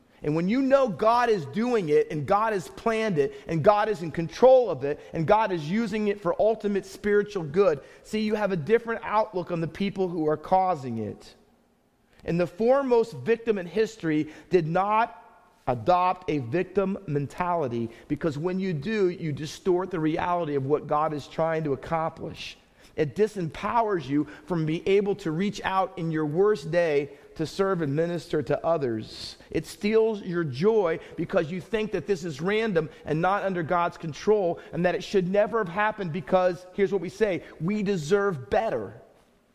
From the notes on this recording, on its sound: Faith Baptist Church in Hamilton, NJ.